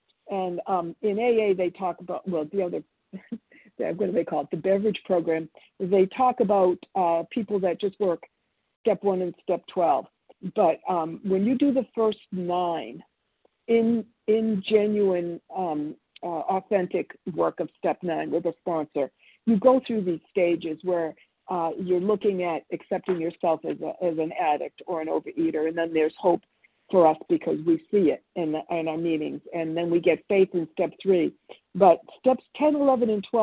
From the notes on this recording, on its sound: 100 Pounders Phone Meeting